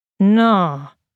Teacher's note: when we use nå to express skepticism, we use it with a long but flat intonation.